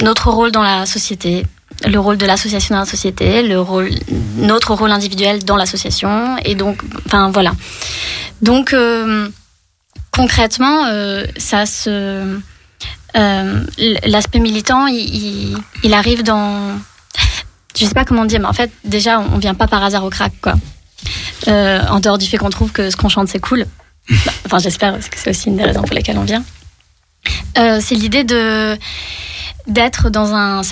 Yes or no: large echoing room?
no